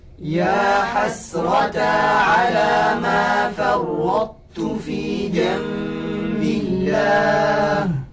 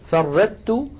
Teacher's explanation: ينطبق المخرج على الحرف الأول من غير قلقلة وينفتح على الحرف الثاني الذي هو التاء · Shown in: first take · Term: الإدغام الناقص